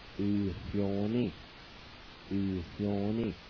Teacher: Between the U and the Y, there's an H sound.